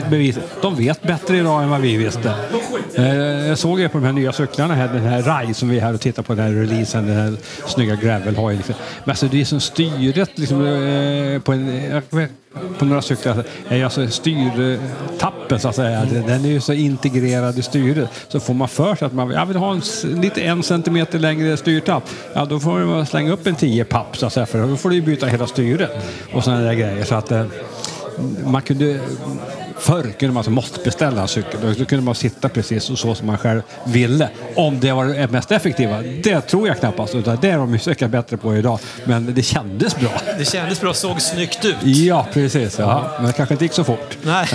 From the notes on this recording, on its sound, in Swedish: Live från Meter Bikes i Stenkullen.